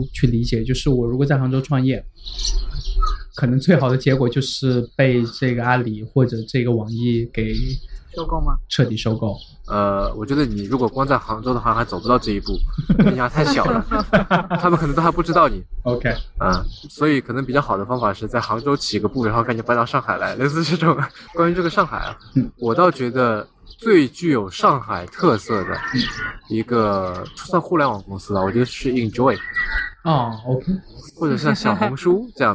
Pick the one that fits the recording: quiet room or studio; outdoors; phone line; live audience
outdoors